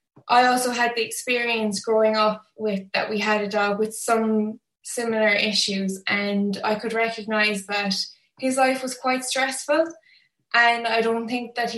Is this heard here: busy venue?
no